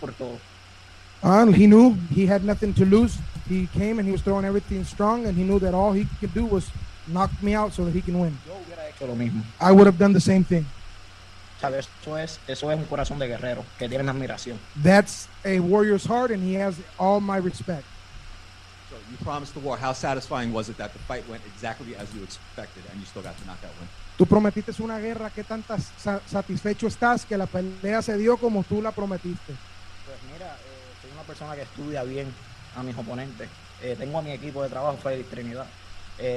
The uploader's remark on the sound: Post Fight Press Conference